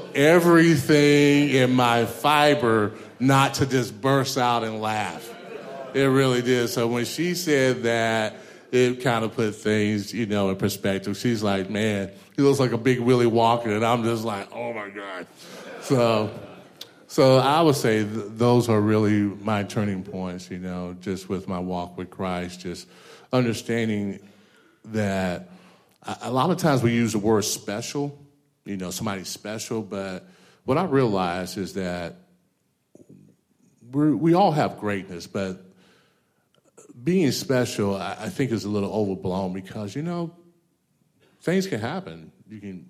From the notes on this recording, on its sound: LIVE Event: Super Saturday Man Breakfast VII. The panel discussion from the Super Saturday Man Breakfast.